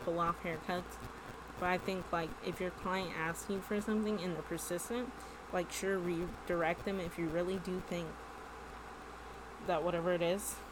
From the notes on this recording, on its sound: I had a mic this time but I still talked too softly